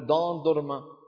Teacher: دان درما اللي هي الأيس كريم يعني، دان درما بدال مفخمة وليست ضاد